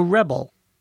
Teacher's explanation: A rebel, stress on the first syllable, is the person who rebels.